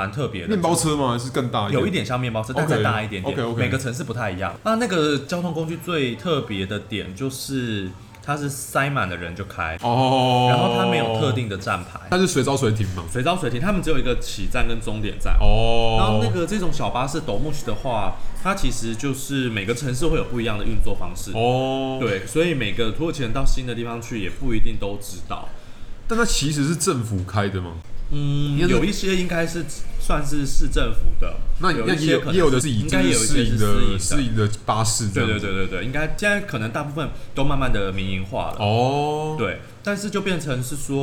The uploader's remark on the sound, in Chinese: 本集白噪音指數：蚊風級 1/5。錄音地點：登陸土星土耳其咖啡永康店。